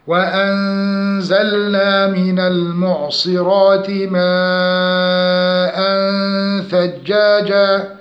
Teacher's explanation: إخفاء حقيقي النون مع الزاي مع الغنة مقدار حركتين